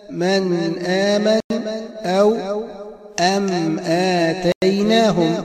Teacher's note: والغنة هنا بمقدار حرف لا تزيد على ذلك، لكنها مستكملة من الخيشوم